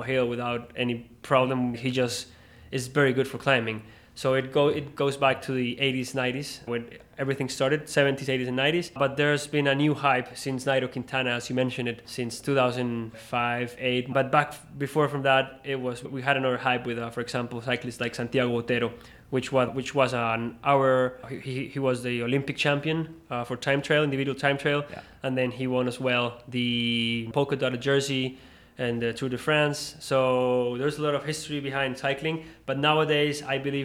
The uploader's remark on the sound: This episode was recorded at the 2021 Enve builder round up.